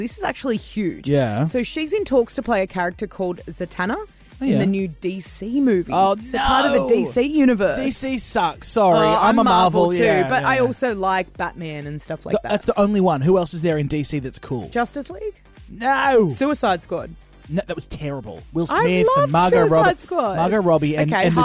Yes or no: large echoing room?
no